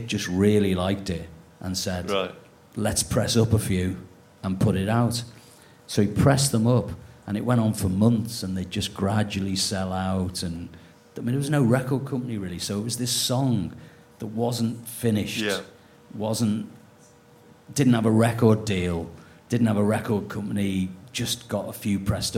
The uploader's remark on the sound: This podcast was recorded in front of a live audience at 21Soho in London on October 30th, 2023.